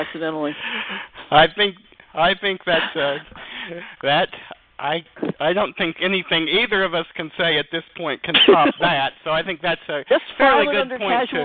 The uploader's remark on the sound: Live interview. Will phone.